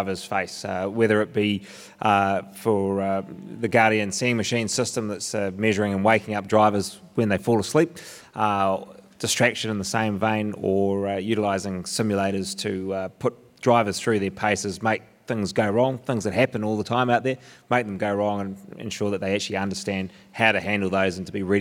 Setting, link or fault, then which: setting, busy venue